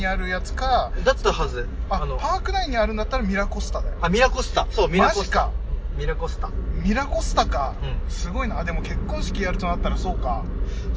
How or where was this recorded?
inside a vehicle